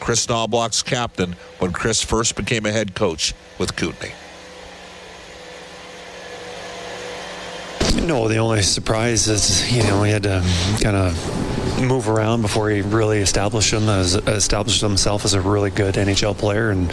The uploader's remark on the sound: Opens the show from Vegas. Live from T-Mobile Arena.